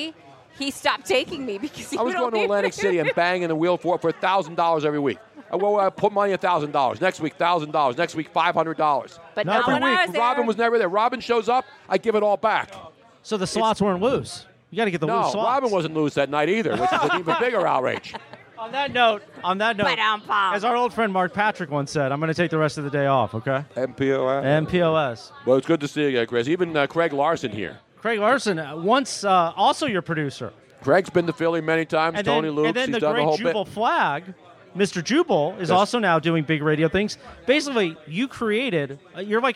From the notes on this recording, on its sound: The fun continued live from Nick's Place in Houston getting set for #FinalFour.